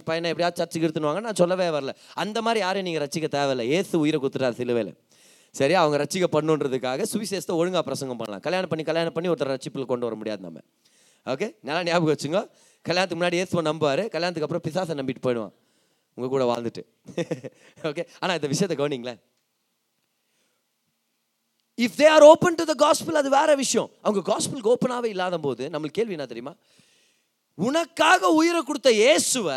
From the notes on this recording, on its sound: Singles Meet-Oct 2022. Preached in the special singles meet "YACHID ZONE" in our church.